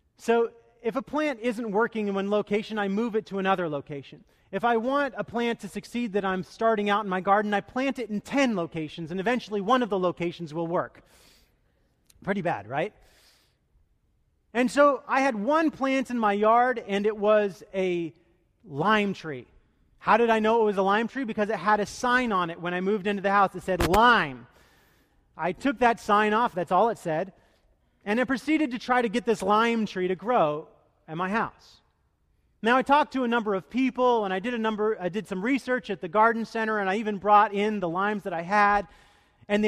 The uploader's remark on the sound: Delivered duruing the Traditional Worship service.